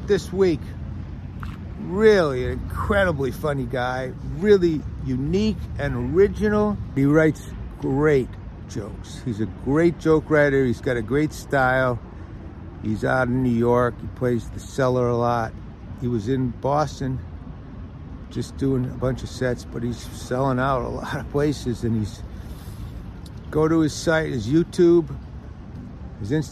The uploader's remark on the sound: A great episode from the streets and comedy clubs of Boston.